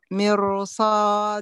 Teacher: الصاد مطبقة مفتوحة بعدها ألف، ارفعيها لأعلى المراتب · Term: كمال التخييم